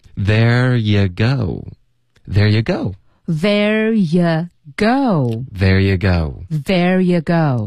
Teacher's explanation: go 是一个双元音,OK,别用一个中式的 go, go 的这个音代替它